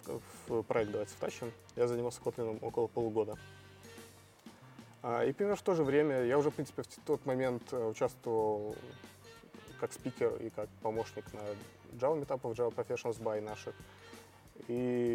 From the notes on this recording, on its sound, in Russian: Подкаст записан на конференции